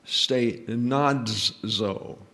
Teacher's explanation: somehow you have to insert a D there when you get to the Z